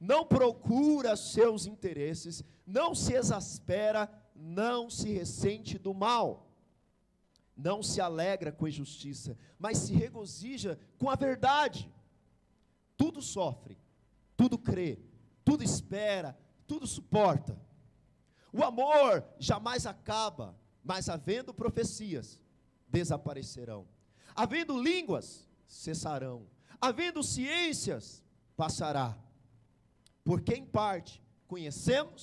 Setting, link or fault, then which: setting, large echoing room